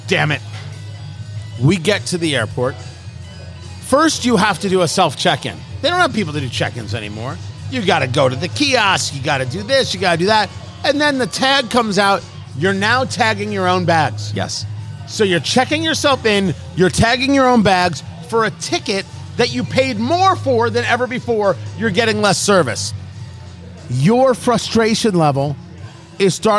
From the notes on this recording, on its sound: Recorded live at Blend Bar Cigar in Indianapolis, IN.